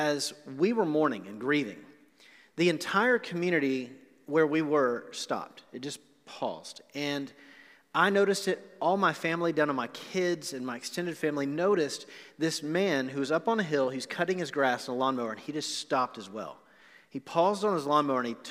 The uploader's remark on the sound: Recorded live on November 1, 2020 at The Fellowship in Nashville.